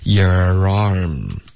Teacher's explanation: your 结尾呢是一个儿化音，舌头得往后卷